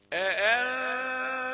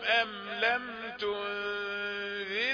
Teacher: هذه الراء في الكلمة الأولى إيه مفخمة لأنها سكنت بعد فتح أنذرتهم، لكن أم لم تنذرهم هذه الراء في الكلمة الثانية يعني إيه سكنت بعد كسر فهي مرققة